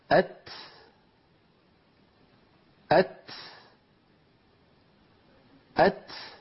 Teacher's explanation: لابد من أن طرف اللسان يقرع مخرج التاء، ويتبع ذلك نفس يجري ويخرج كما ترون